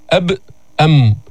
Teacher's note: الميم مخرجها من الشفتين وتخرج بانطباقهما كالباء